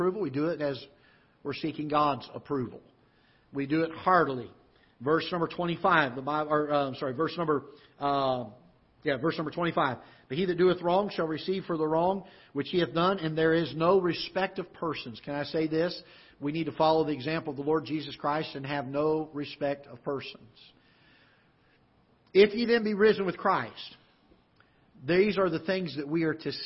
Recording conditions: large echoing room